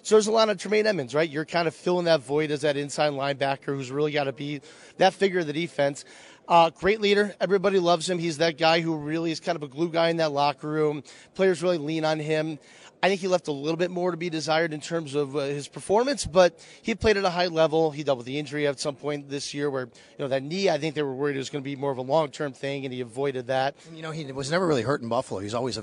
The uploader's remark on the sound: live from the draft combine